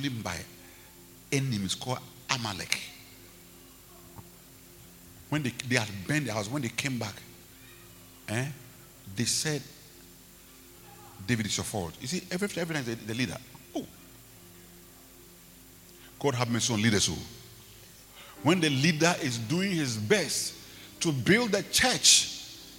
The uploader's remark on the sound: Preached at Rose of Sharon Cathedral, Catch the Anointing Centre Denomination, LA -Accra